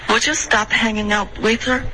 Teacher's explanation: hanging out with her 这段 out 跟 with 中间不要顿，OK，就直接不要犹豫，就直接连发就完美了